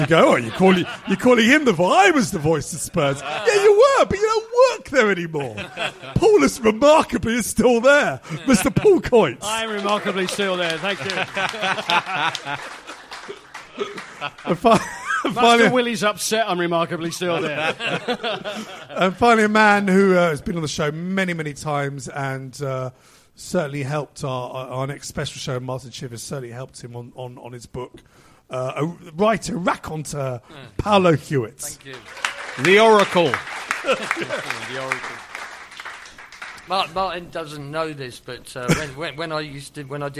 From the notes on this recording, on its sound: This show was recorded live at the Albany in Great Portland St, W1.